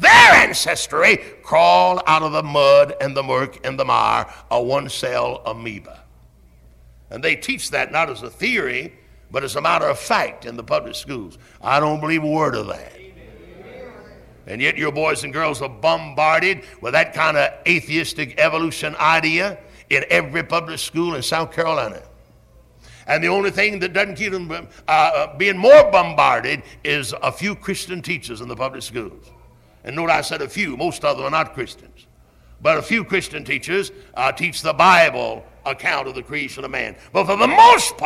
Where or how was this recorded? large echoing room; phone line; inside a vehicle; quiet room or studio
large echoing room